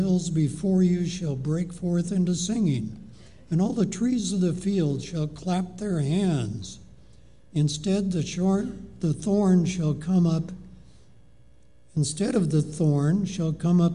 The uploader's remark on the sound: Live Worship Service